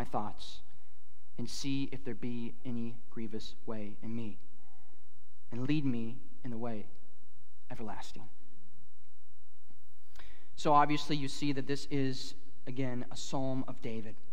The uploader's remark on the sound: at Harvest Plains Church in Mapleton, ND